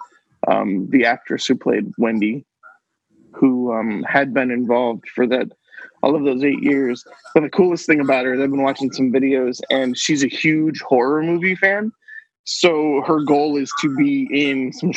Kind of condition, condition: link, video call